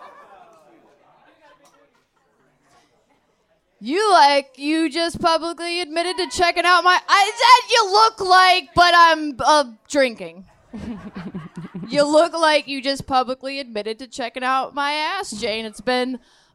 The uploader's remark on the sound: Recorded LIVE at the P&H Cafe in Memphis, TN!